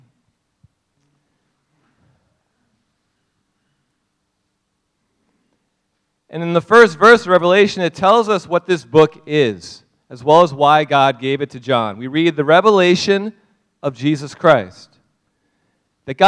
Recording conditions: large echoing room